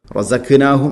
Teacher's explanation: ഖാഫ് തൊണ്ടയുടെ മുകൾ ഭാഗം കഴിഞ്ഞ് ചെറുനാക്ക്. റസഖ്നാഹും അല്ല, റസഖ്നാഹും, ഹ തൊണ്ടയുടെ താഴെ ഭാഗം.